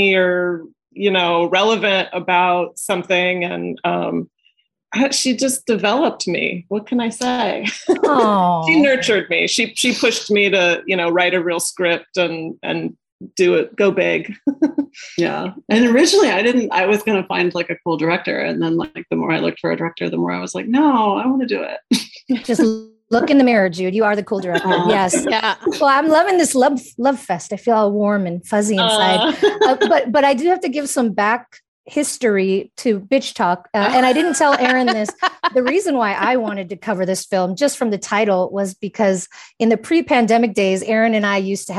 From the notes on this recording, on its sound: In this episode of our coverage for the SXSW Film Festival. In other words, get ready for a Zoom room full of women ready to commiserate about our younger years!